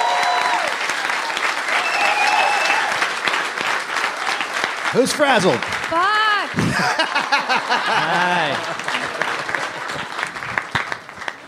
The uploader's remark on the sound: Live from the Los Angeles Podcast Festival.